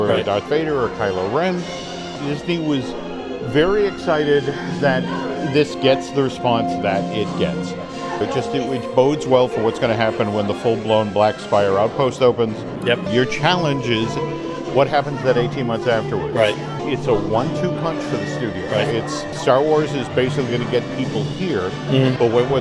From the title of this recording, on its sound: Live From the Animation Courtyard